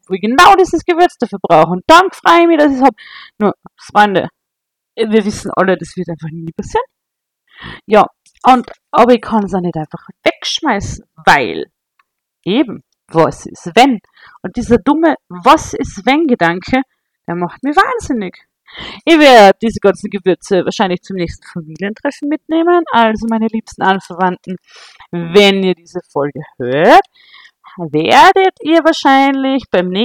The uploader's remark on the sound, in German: S2 startet in gewohnt fragwürdiger Audioqualität, aber mit ganz viel Liebe und Leidenschaft!